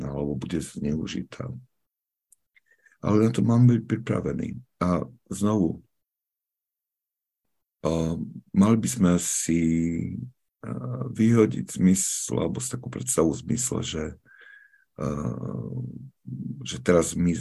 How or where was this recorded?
video call